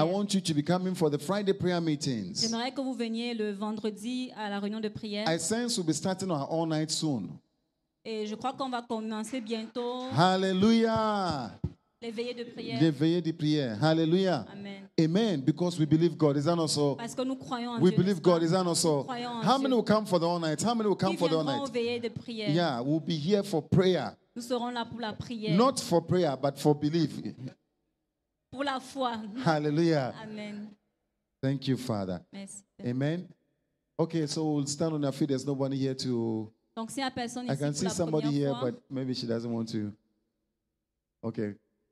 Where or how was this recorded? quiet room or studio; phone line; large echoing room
large echoing room